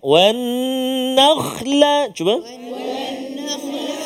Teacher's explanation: Dan atas nun tu ada sabdu, tahan seketika dua harakat.